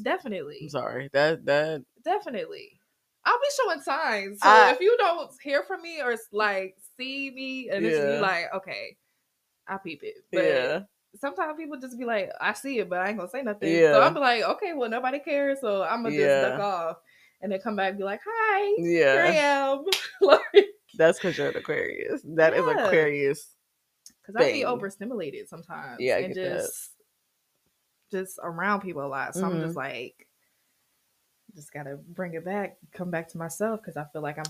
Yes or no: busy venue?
no